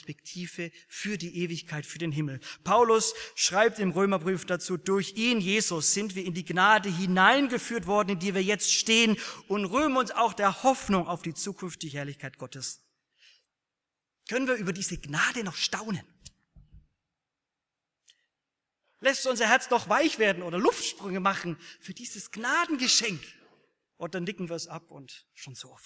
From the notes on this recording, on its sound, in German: aus dem Gottesdienst der Liebenzeller Mission